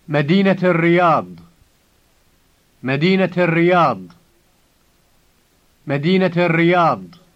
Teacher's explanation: When you say the city of such and such, the word Medina has a T added to the end.